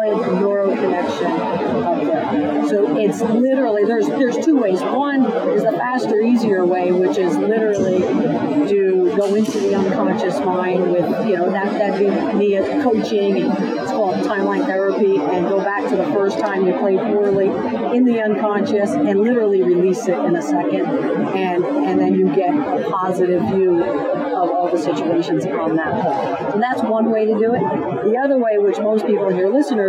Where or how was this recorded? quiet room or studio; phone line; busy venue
busy venue